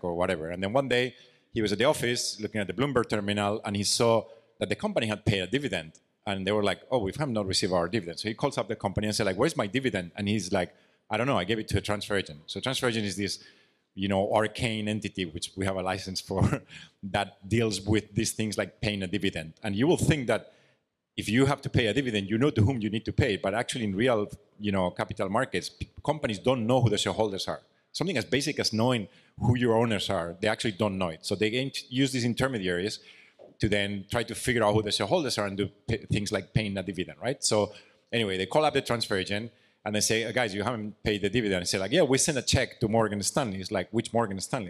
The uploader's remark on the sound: This episode is a recording of a panel from Art Basel. Hosted by Securitize.